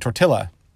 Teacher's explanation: I know if someone's not from around here, if they pronounce certain words that have a double L in them with an L sound instead of a Y sound